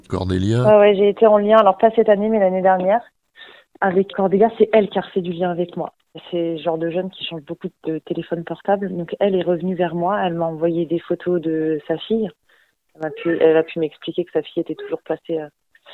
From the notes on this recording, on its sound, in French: Joint par téléphone. Cet article provient de Radio AlterNantes FM.